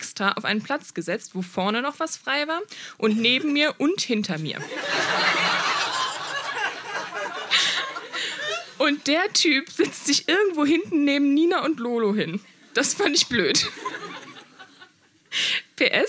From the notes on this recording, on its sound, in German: In der Wohngemeinschaft, Köln. Auswahl der Beiträge von der „texte von gestern“-Liveshow. Heißen Dank an die Wohngemeinschaft, unser tolles Publikum.